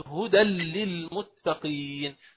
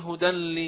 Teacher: لأن الحرف الذي بعده هو اللام، وقد أصلنا من قبل أن اللام هي أحد حروف الإدغام الكامل بلا غنة، إذا التنوين هنا حكمه إدغام كامل بلا غنة، يعني التنوين كله يدخل في اللام بعده فلا يبقى له أثر، يعني لا يبقى للتنوين غنة · Shown in: first take